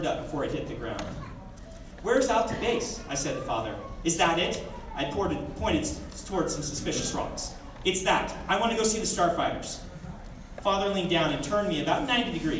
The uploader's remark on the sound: The following is a Credible Nerds exclusive audio only clip from the release party.